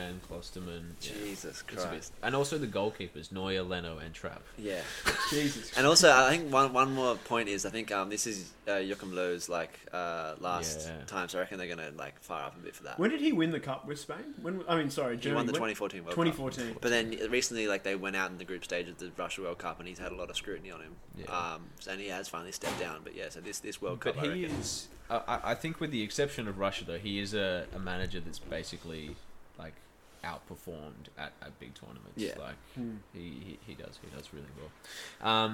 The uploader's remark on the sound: the boys brave the elements outside